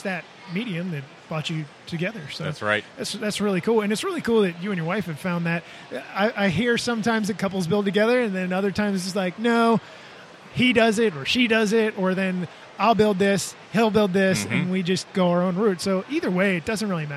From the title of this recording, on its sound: LIVE at Nebraska Brick Days